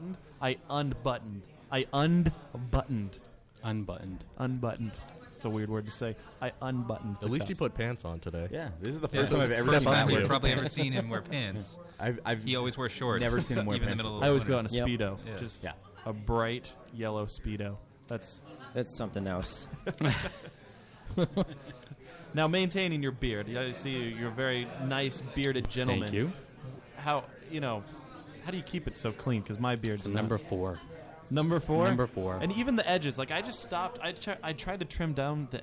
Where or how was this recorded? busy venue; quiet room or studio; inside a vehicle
busy venue